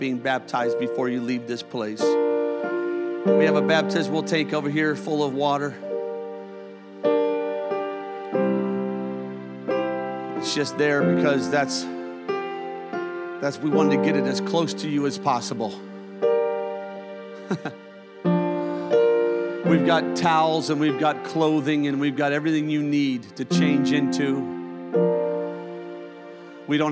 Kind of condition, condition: setting, large echoing room